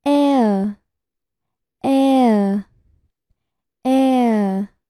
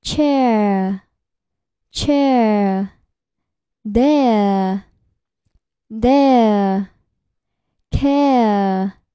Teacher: 滑动过程中，开口程度稍稍缩小 · Term: 双元音 Air · IPA: eə